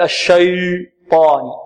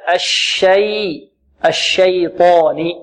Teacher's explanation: لأن الحروف تجاورت هنا، حرف مستفد وهو الياء جاور حرف ماذا؟ مستعلم وهو الطاء، فنحترز ونخلص الحروف بعضها من بعض · Shown in: second take · نقول هكذا الشيء الشيطان.